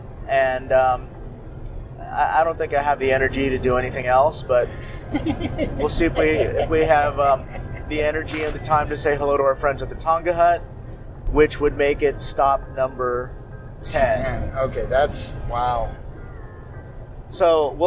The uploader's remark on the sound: Phoenix Speakeasy Bar Crawl. We recorded this episode on the road trip out, leading up to the crawl, followed by a recap of each spot we visited.